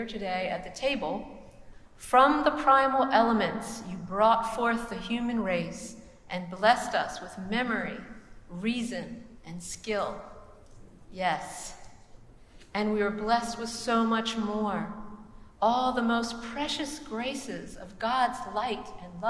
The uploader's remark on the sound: preached at the celebration of the Holy Eucharist